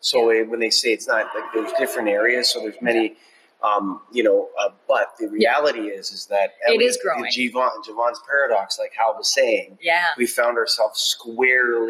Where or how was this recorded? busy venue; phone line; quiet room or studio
busy venue